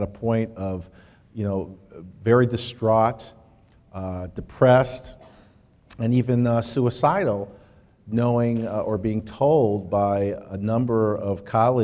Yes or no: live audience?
yes